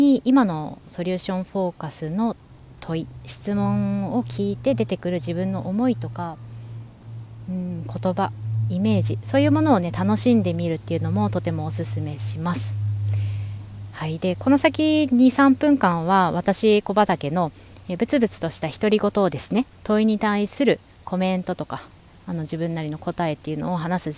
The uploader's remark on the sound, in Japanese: 山の中腹で収録しました。風や鳥、救急車のサイレン音なんかも入っておりますが。外で収録。